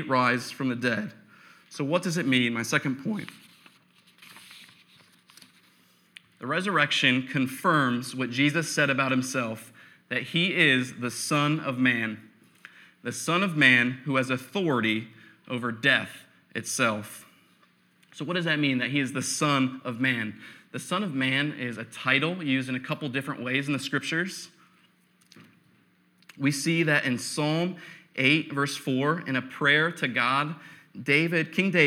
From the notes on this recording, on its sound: Preached on November 8, 2015 at Veritas East.